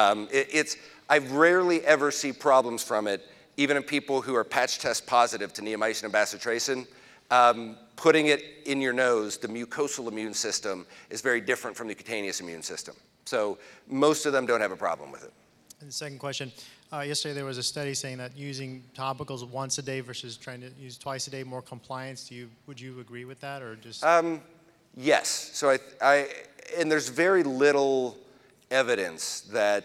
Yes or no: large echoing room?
yes